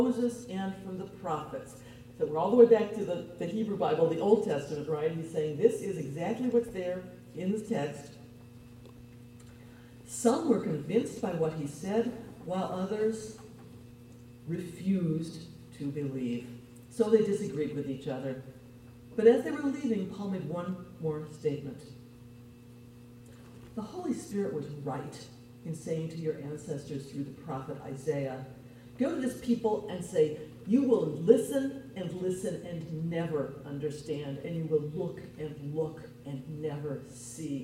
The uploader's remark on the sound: This podcast was recorded on April 30, 7:30 PM at Temple Sholom in Springfield Ohio.